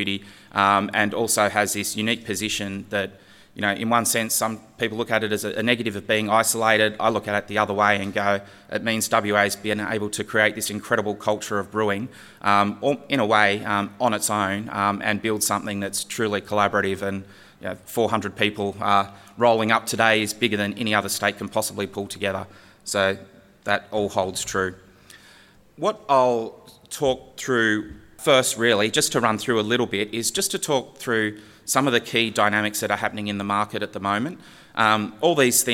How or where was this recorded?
live audience